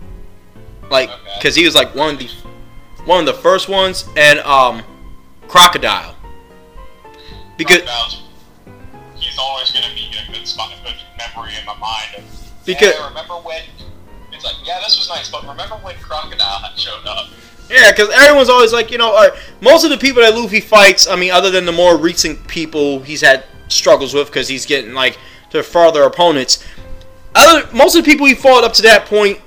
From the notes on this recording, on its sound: Cleaned up the audio as best I could and added some music.